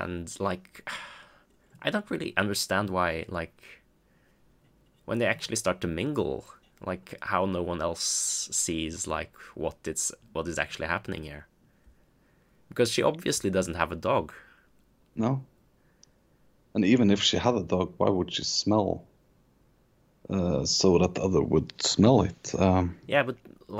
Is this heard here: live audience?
no